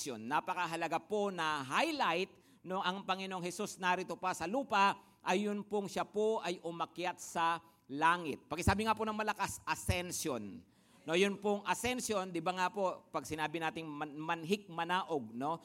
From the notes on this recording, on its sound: Preached last April 18, 2023, at Grace Testament Church's 5 PM worship.